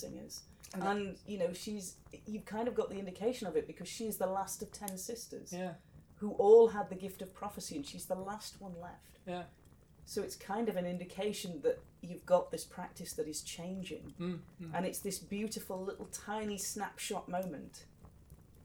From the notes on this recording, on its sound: Background fire ambience.